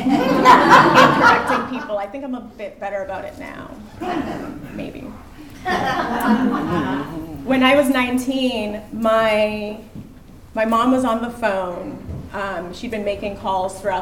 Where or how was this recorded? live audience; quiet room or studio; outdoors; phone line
live audience